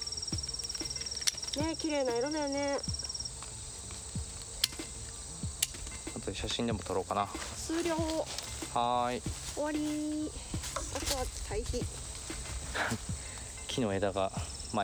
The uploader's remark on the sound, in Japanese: 今回は、畑の中に鈴なりの柿をどんどこもぎながらの収録。柿作業に夢中で、話題は断続的。